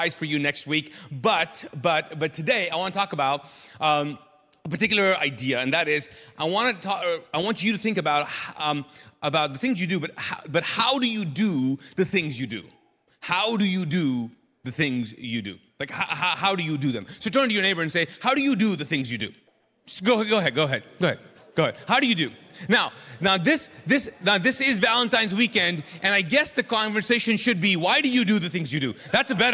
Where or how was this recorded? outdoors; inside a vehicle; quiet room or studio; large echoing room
large echoing room